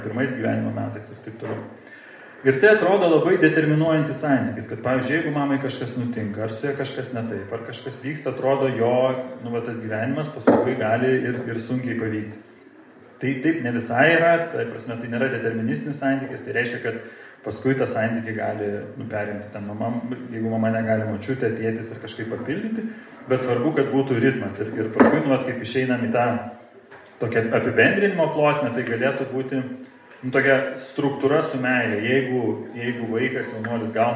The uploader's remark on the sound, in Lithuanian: Įrašas iš Šeimų festivalio